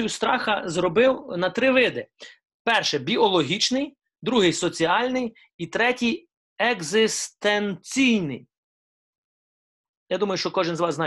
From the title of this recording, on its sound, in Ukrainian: Zoom зустріч